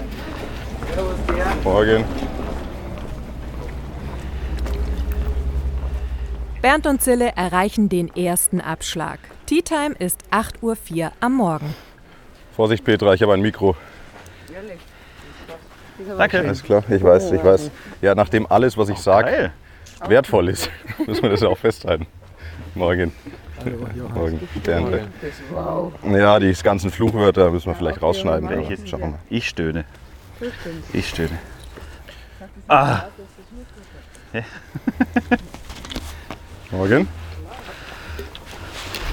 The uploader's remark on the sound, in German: 9 Loch im Wittelsbacher GC Mic´d up. Beide waren die gesamten 18 Loch über verkabelt und heute hörst Du die ersten neun Loch dieser Runde.